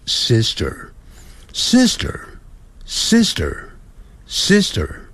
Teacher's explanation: 因为那个 R 在字尾啊，要卷舌的